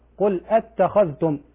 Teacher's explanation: على رواية حفص نقرأ بتحقيق الهمزة، نقول قل اتخذتم، وكذلك الخاء مفخمة لا نقول اتخذتم، وكذلك لا ندغم الذال في التاء، لا ندغم الذال في التاء، نقول اتخذتم، هذا خطأ، نقول قل اتخذتم، عندنا في رواية حفص قل اتخذتم.